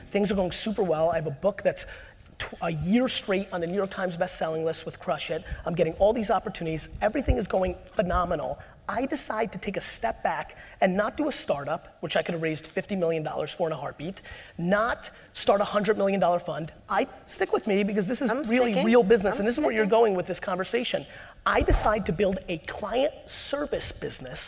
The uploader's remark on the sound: This was an all-time keynote. At the 92nd St Y.